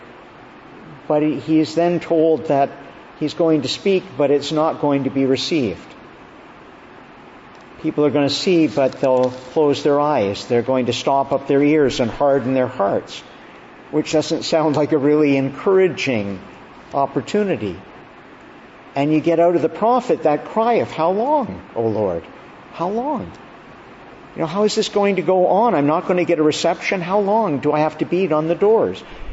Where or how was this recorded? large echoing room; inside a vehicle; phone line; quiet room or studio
large echoing room